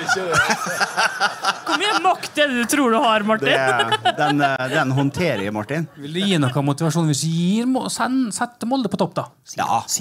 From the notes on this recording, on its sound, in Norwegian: RB-sporten LIVE på Molde Fjordhotell. RB-sporten var live på Molde Fjordhotell under MFKs kickoff.